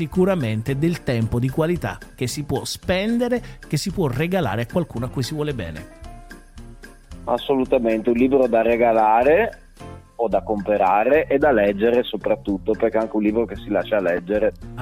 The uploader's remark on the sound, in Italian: al telefono